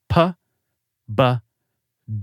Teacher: P and B sounds are made by exploding air from between the lips. · Term: plosives